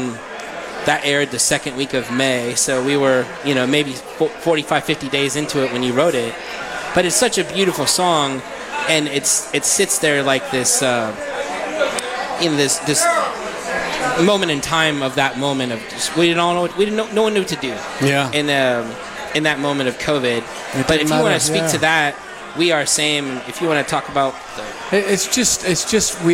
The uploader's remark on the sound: We are LIVE from The Beer Hall at Boulevard Brewery. We are LIVE from The Beer Hall at Boulevard Brewery.